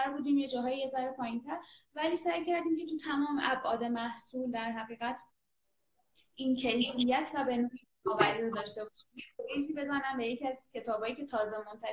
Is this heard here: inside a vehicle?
no